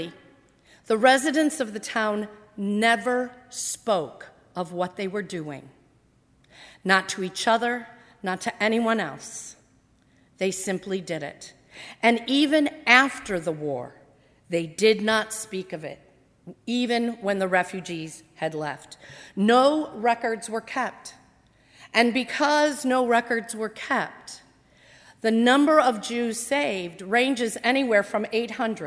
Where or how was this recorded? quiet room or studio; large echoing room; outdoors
large echoing room